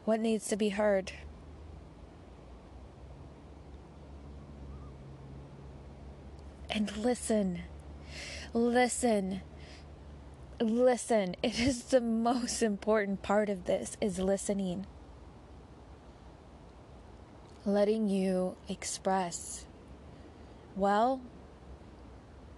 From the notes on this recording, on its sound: The sound of Magpies & the Bangalley Headlands